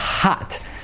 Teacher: Es una A bien abierta, una A española